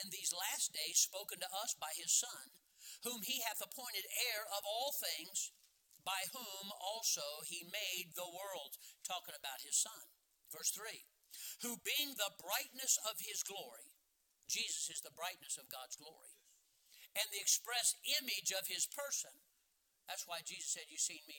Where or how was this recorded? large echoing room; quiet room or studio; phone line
large echoing room